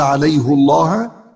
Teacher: عليه الله يترتب عليه ترقيق لام لفظ الجلاله